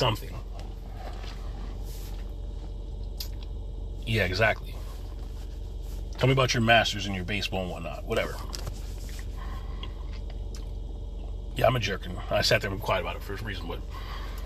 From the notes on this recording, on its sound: In this CarCast.